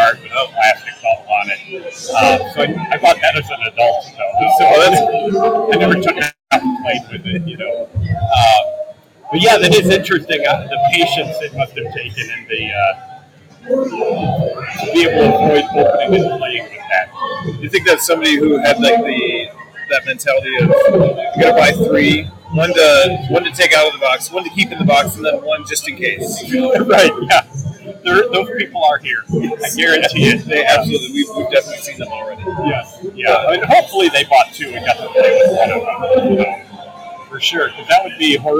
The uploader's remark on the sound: Live From QuadCon Dubuque